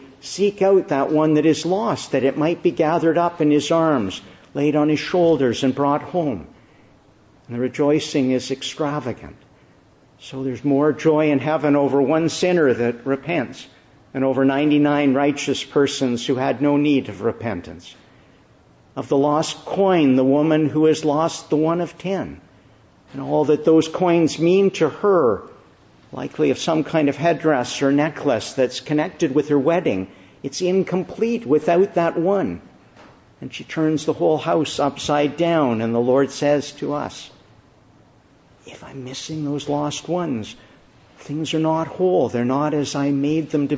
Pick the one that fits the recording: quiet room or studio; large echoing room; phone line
large echoing room